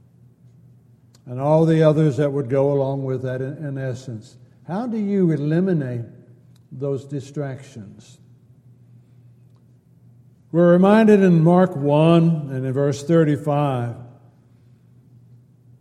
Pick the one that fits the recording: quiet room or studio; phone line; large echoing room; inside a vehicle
large echoing room